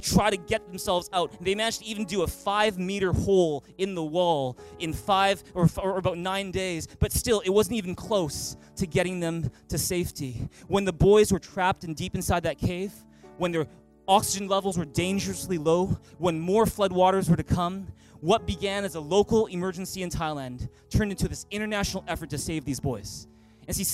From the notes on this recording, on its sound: Christmas at Thrive. Recorded on December 23, 2018 at THRIVE Church Vancouver, Canada.